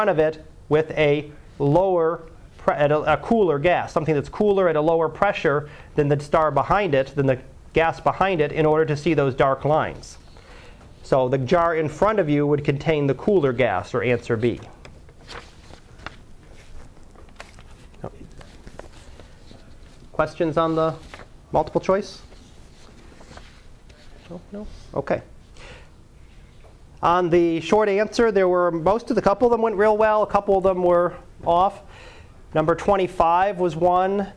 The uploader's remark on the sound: Live Class Lecture 2012 Sep 12